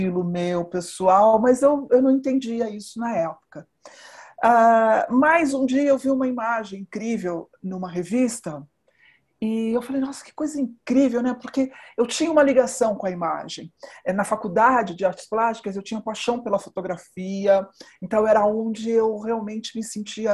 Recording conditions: video call